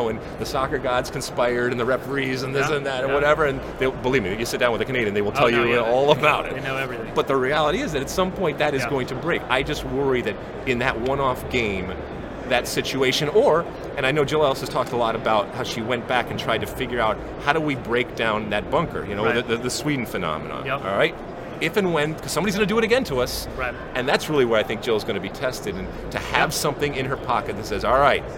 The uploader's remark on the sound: Live from the 2019 USC Convention